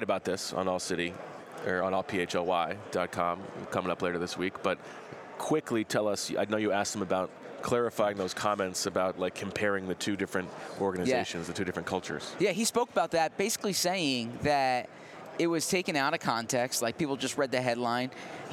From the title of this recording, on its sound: From Super Bowl radio row: Sights and sounds from media night